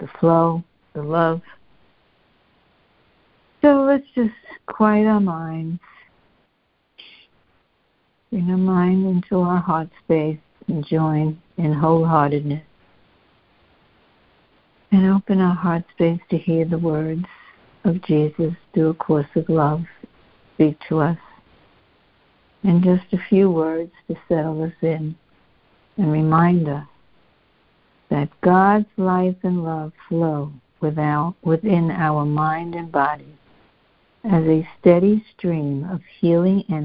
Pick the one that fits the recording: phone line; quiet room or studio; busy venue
phone line